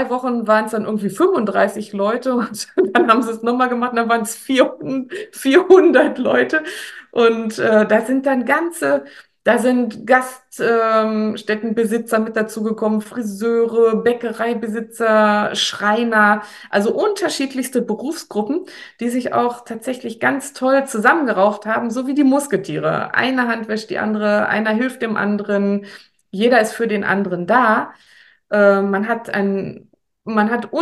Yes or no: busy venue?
no